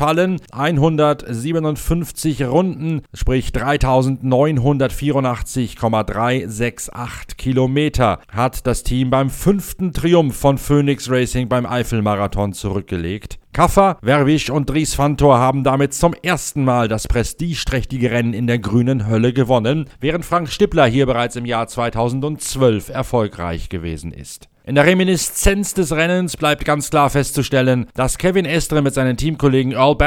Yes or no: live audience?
no